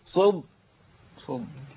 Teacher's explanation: انا عندي الدال مشدده اولها ساكن، انا فخمت الدال الساكنه اول المشدد